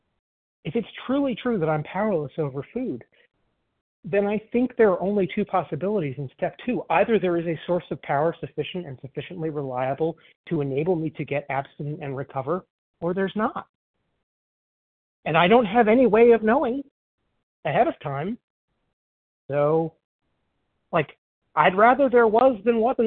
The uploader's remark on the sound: 100 Pounders Phone Meeting